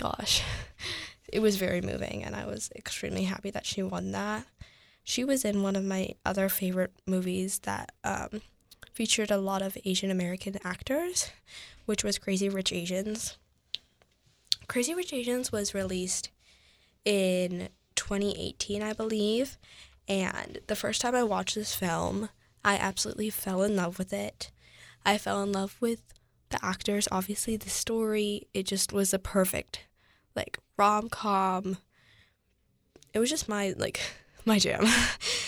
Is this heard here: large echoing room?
no